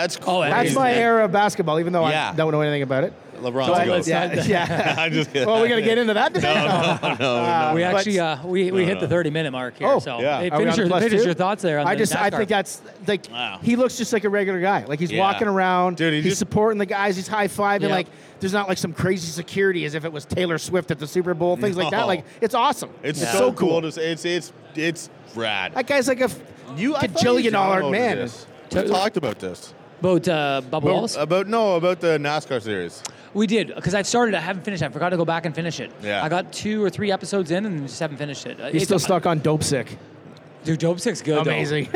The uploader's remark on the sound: We were live at the Toronto Bike Show over the weekend